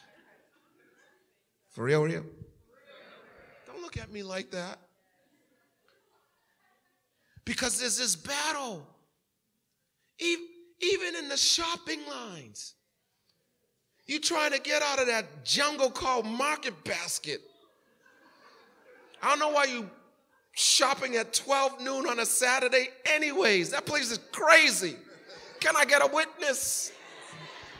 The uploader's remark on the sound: Recorded at the 11:30am Service on 2017-06-11.